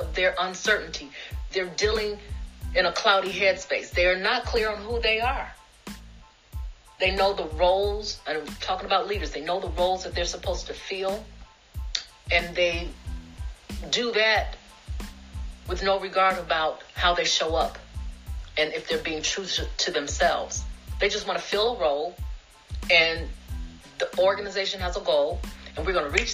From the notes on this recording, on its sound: This is the audio version of an Instagram Live web class